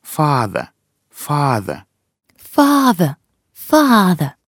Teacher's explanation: Обрати внимание, в слове father – отец. Звук «а» тянется.